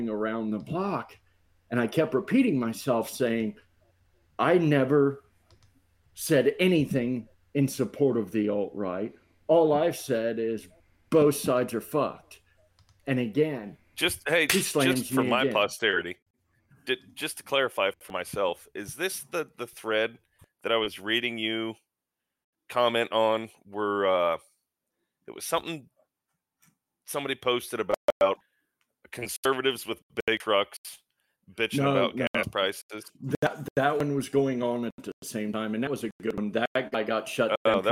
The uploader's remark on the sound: This week we had some issues with the recording encoder. We apologize for the audio clipping throughout this episode.